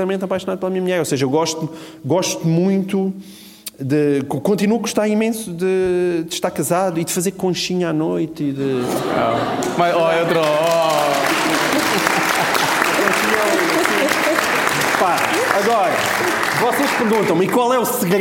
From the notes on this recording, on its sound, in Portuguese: A nossa estreia ao vivo